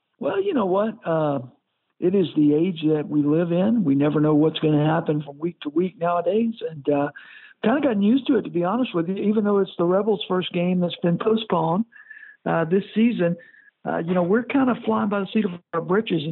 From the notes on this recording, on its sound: Returns on the Modern Woodmen phone line.